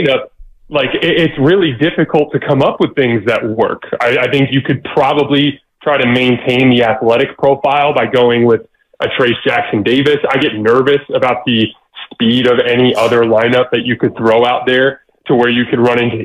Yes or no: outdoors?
no